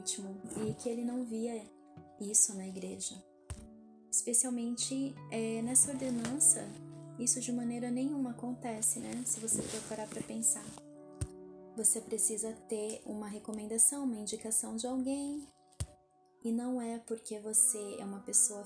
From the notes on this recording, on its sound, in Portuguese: Peço que me perdoem pelo áudio, alguns barulhos... Tive problemas com o meu microfone, porém não quis regravar pois isso atrasaria bastante.